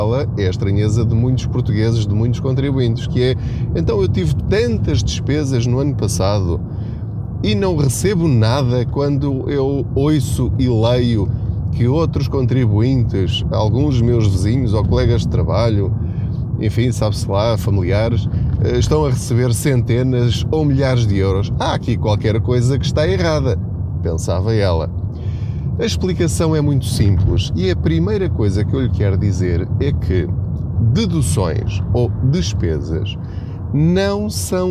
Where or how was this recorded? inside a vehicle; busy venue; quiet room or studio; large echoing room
inside a vehicle